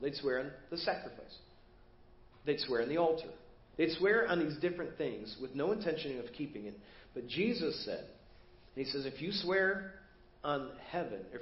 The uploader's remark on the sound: Preached at First Baptist Church of Hazel Park